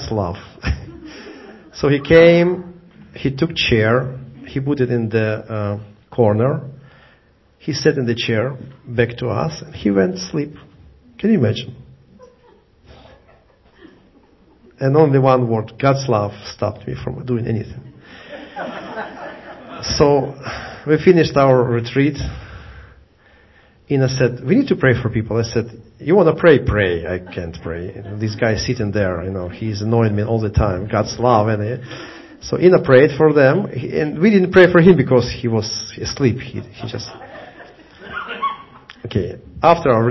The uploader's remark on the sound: Recorded live at the Jewish Messianic Congregation of Jacksonville, 7750, Philips Hwy, Jacksonville, FL 32256.